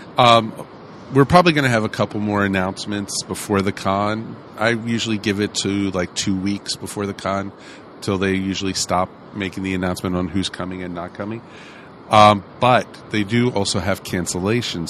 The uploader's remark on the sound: Earth Station Who Live at DragonCon 2015. Earth Station One Live at DragonCon 2015.